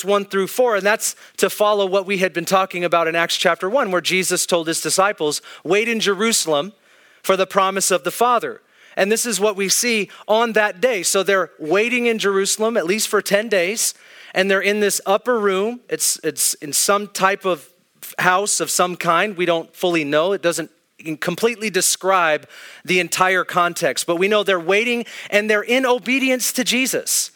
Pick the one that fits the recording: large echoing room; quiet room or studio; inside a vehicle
large echoing room